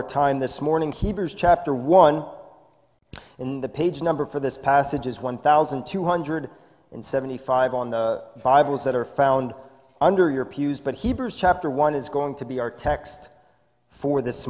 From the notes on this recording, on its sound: This is a sermon recorded live in the Lebanon Bible Fellowship Church in Lebanon, PA on 11/29/2020 during the morning service